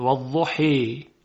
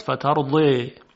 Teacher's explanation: الف اماله میشه، یعنی صدای اون شبیه به صدای یا میشه · Term: الف ممال